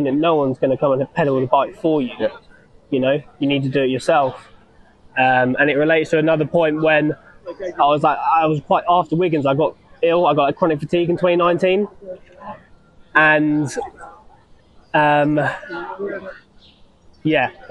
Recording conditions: busy venue